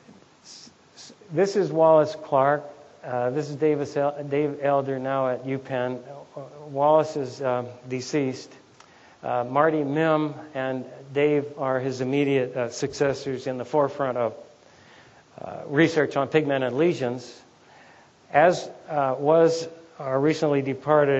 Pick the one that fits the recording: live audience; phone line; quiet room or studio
live audience